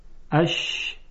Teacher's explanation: در شین تارهای صوتی ارتعاش ندارند، اش یعنی صفت همس وجود داره، اما در جیم تارهای صوتی ارتعاش دارند.